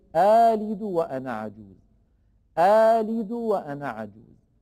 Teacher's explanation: أما إذا لم يكن بعد الهمزتين ساكن فيبدل الهمزة الثانية ألفا ويمدها مدا بمقدار حركتين كالمد الطبيعي